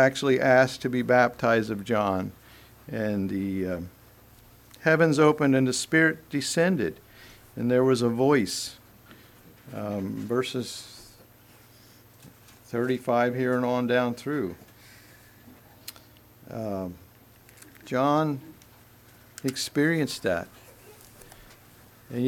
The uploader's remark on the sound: Message preached at Word of Hope